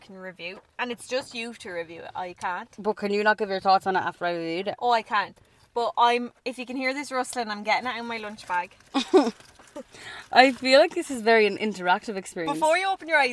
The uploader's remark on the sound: This week’s episode is brought to you from our car